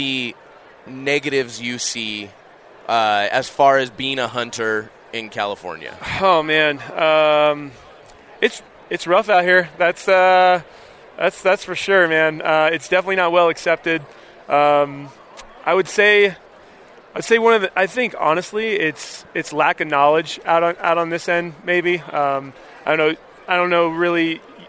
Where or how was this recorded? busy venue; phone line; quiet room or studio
busy venue